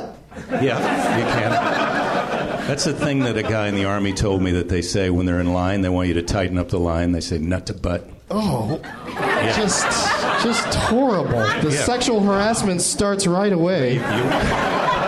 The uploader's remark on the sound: Live from the NerdMelt Showroom in LA